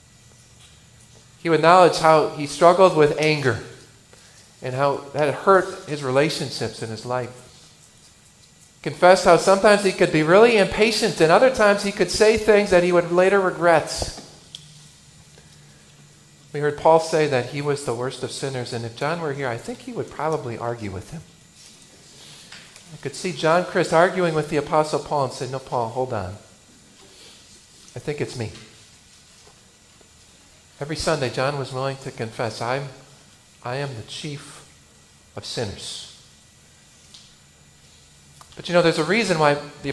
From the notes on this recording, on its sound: I preached for the funeral of a dear Christian man from our congregation.